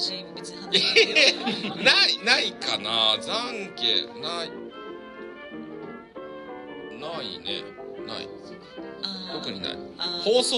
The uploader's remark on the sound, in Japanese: 西湖で開催されたあの方のオフ会にて収録した